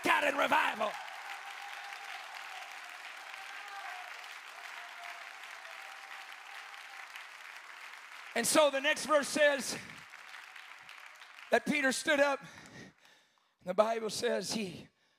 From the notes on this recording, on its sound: Preaching the Saturday night of the Remnant Youth Conference.